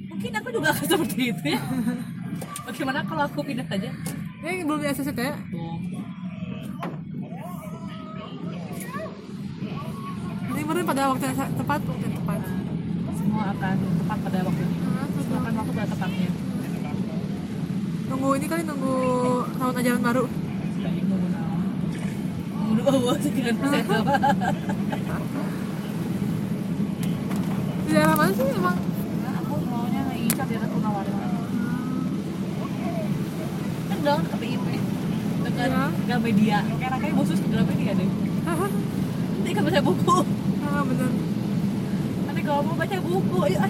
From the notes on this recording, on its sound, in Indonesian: di perjalanan pulang dari rumah nenek, ditemani dua bocah dengan backsound YouTube